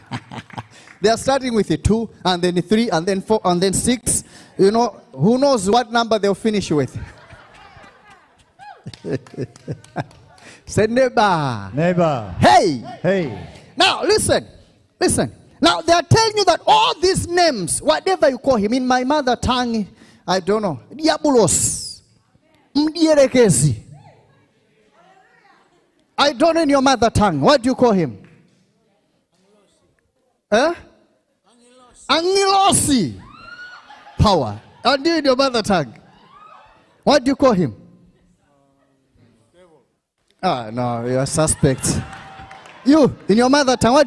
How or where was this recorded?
live audience